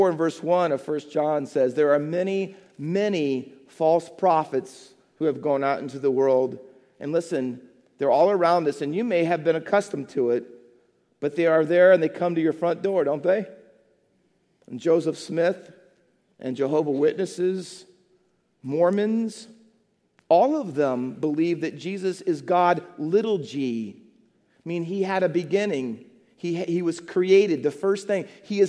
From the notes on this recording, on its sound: Faith Baptist Church in Hamilton, NJ.